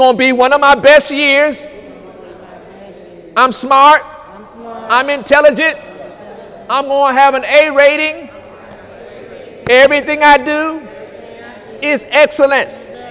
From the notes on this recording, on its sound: During Sunday morning service on September 2, 2018